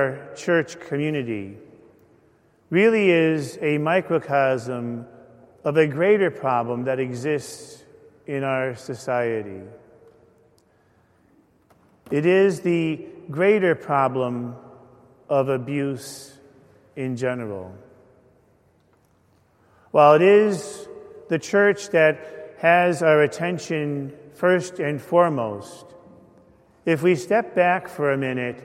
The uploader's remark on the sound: Homily delivered at a Mass of Healing for Victims of Abuse, celebrated at St. Paul Church in Glastonbury, CT.